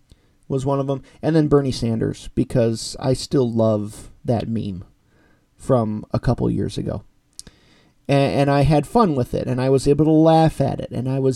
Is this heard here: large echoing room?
no